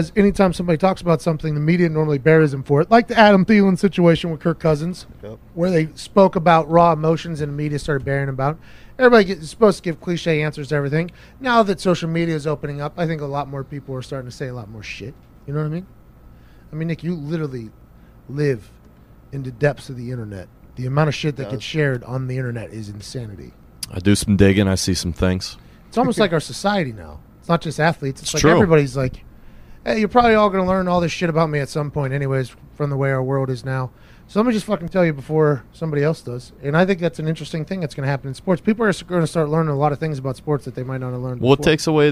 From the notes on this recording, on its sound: record the show live from the box truck in Greenville, North Carolina